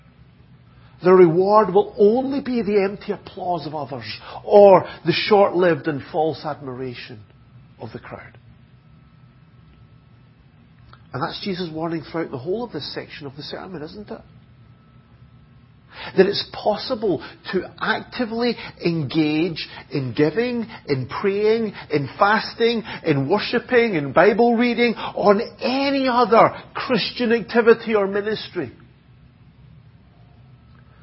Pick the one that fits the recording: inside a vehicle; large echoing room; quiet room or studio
large echoing room